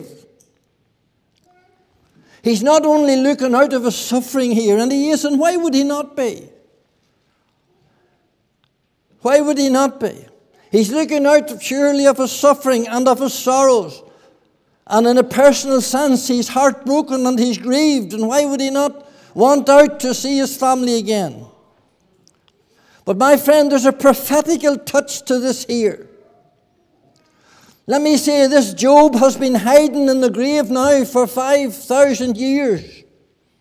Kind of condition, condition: setting, large echoing room